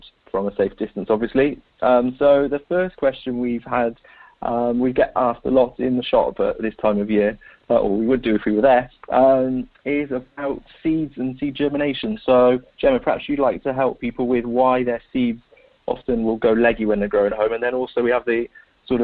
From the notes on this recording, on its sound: This episode is recorded over the phone!